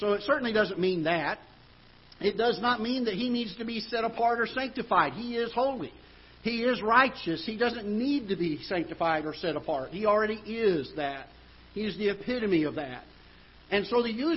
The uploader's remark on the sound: Ketha Heights Baptist Church ~ Live Broadcast